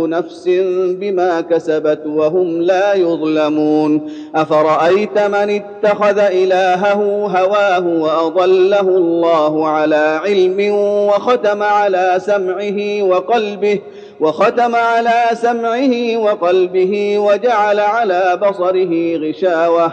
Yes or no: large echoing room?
yes